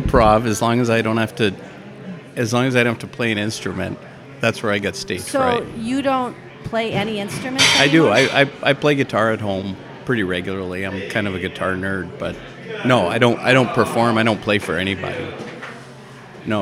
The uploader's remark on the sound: This special episode was recorded, live, in house at Rustica Bakery Edina.